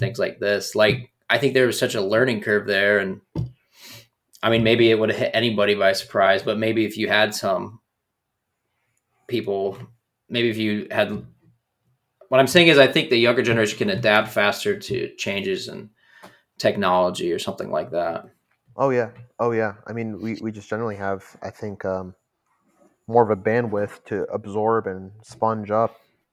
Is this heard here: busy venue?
no